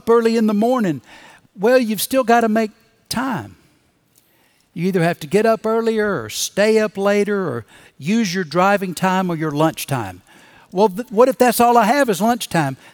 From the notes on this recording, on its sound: Recorded Live at Brookwood Church on 07.09.2023.